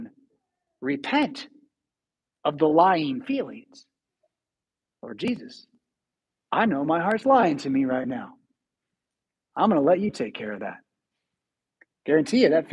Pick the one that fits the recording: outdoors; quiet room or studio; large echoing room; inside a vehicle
large echoing room